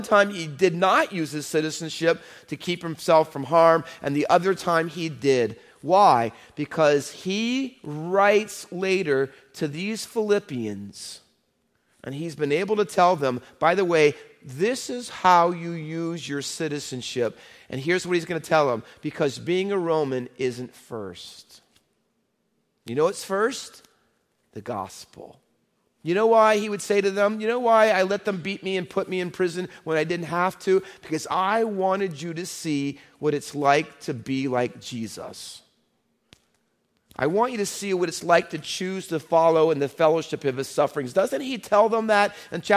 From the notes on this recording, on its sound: Faith Baptist Church in Hamilton, NJ.